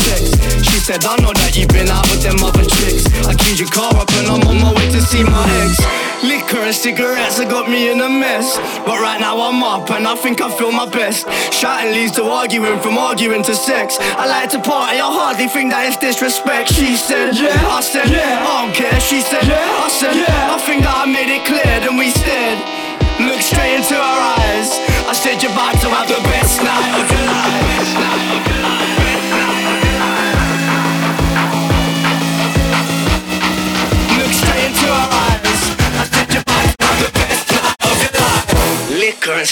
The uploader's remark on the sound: Recorded Live at Cyberdog